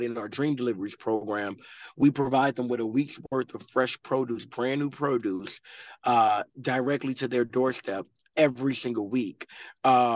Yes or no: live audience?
no